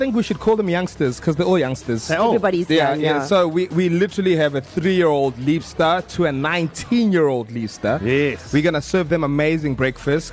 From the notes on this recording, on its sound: It's a leap year birthday bash at Spur. The East Coast Breakfast team are broadcasting LIVE from Spur Sibaya on the extra day of the year.